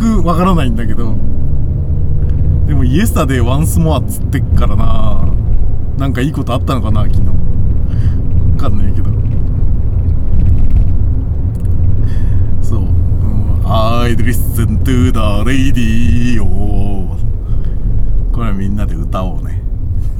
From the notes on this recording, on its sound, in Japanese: ただ運転して、ただ話してるから。車の走行音と運転手の声を遠くに聞きながら。